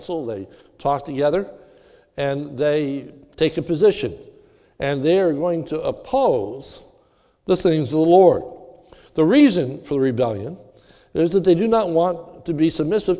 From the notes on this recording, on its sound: This sermon was recorded live at the Lebanon Bible Fellowship Church in Lebanon, PA during the evening service